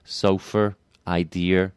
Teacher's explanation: And in some instance, there might be an intrusive R. So words that end on a schwa, like sofa, idea, they might in some instances come out sort of sofa, idea, that kind of intrusive R creeping in.